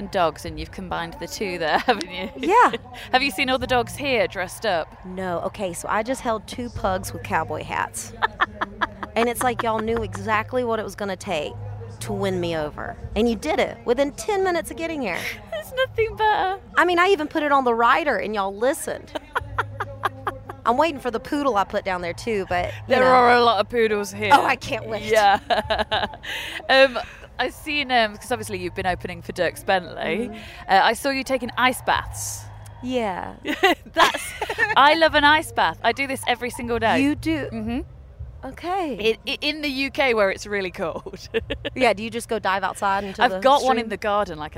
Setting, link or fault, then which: setting, busy venue